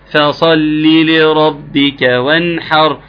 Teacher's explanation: لام مكسوره وبعدها لام مكسوره، ما فيش بينها ياء